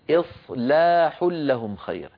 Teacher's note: لابد من ترقيق اللام بعد تفخيم الصاد، فلا نقول إصلاح، قل إصلاح لهم.